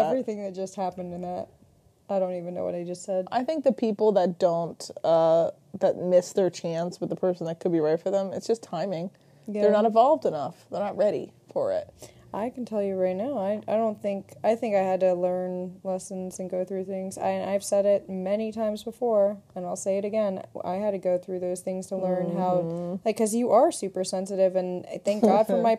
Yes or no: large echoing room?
no